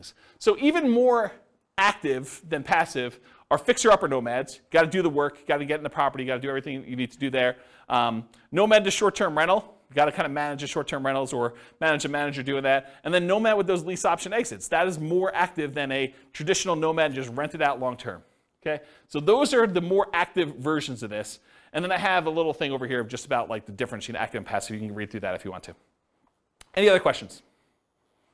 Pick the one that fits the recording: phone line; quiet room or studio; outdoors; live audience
live audience